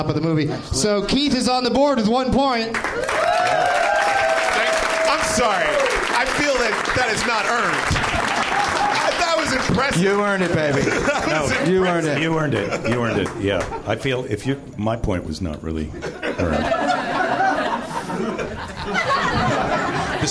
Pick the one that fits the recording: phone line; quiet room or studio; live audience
live audience